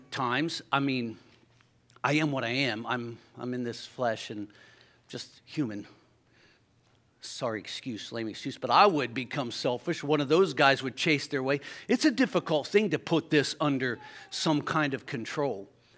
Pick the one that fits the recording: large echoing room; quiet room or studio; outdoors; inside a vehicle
large echoing room